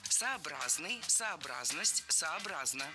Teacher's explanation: Правильное ударение в этом наречии – сообразно. Ударяем третий слог. У однокоренных слов, кстати, ударение такое же.